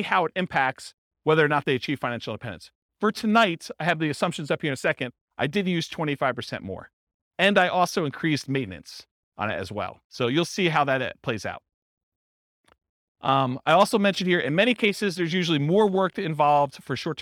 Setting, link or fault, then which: setting, live audience